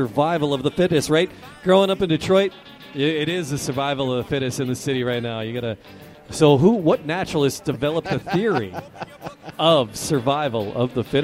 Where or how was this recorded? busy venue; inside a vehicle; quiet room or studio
busy venue